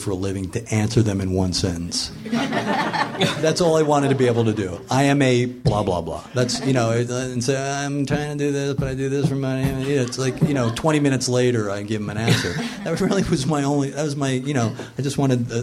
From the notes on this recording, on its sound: Recorded live at Meltdown.